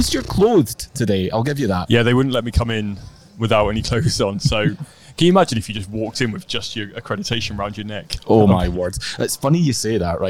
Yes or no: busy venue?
yes